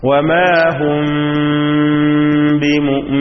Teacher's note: അവ്യക്തമാക്കുക എന്ന് പറഞ്ഞാൽ നമുക്കറിയാം മീമിന്റെ മഖ്റജ് രണ്ട് ചുണ്ടുകളാണ്. സാധാരണ മീം ഉച്ചരിക്കുന്നത് പോലെ പൂർണ്ണമായും ചുണ്ട് പൂട്ടി ഉച്ചരിക്കാതെ അല്പം ചുണ്ട് പരത്തി വെച്ചുകൊണ്ട് ഉച്ചരിക്കുക. ഇതിനാണ് ഇഖ്ഫ എന്ന് പറയുന്നത്. · Term: ഇഖ്ഫ ഷഫവി